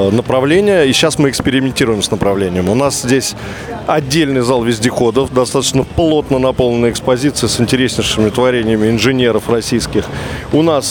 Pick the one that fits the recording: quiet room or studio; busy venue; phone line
busy venue